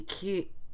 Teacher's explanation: if you're saying it in Ukrainian, you stress the first vowel and it's like an I in kid, so it'd be Kyiv.